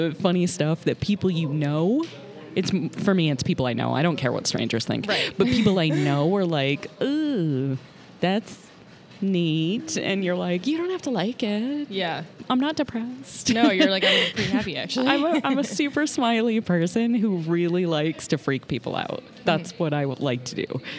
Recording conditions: busy venue